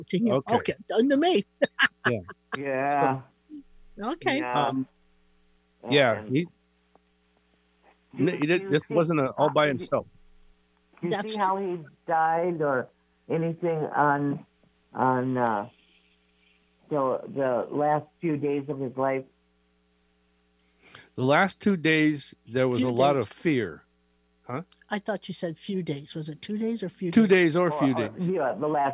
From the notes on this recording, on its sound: Readings for listeners who called.